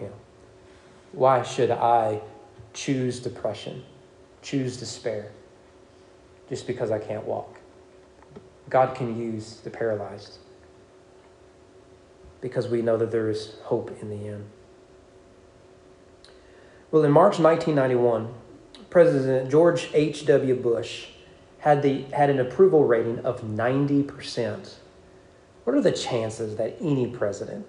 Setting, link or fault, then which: setting, large echoing room